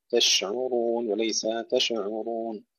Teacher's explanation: الشين أيضا فيها الهمس والتفشي وليس فيها قلقلة